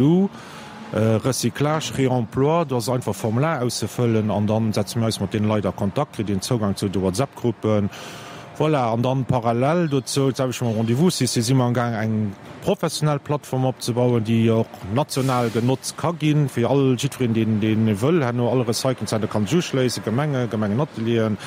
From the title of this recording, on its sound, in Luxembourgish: Live aus dem Sivec Schëffleng